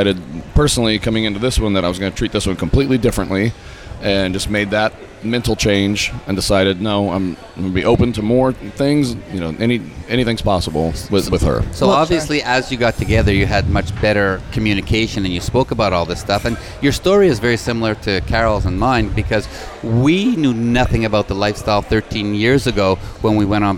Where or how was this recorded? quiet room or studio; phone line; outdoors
outdoors